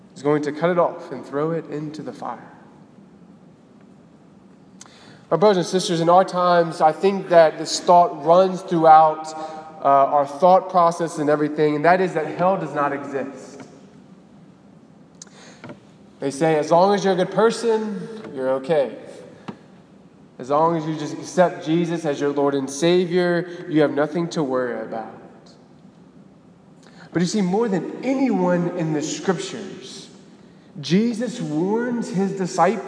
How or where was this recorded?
large echoing room